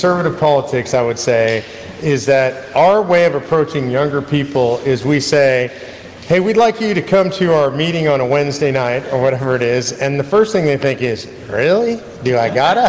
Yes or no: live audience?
yes